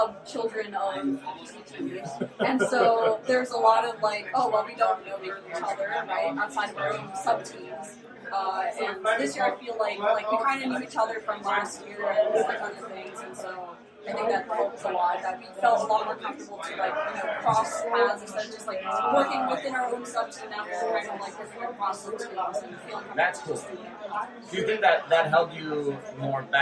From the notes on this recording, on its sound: Live from DEF CON 31 CTF. Throughout this episode we talk about the CTF as we’re experiencing it (from a hot tub?!?!). Unfortunately the sound on the interviews during the CTF after party is not the best, but that’s how recording in a closet in the middle of a party goes!